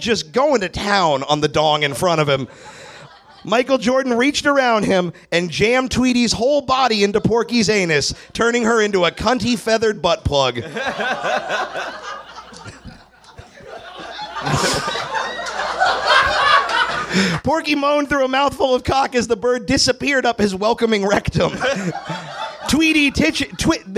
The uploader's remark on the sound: Recorded live at Nerdmelt in LA.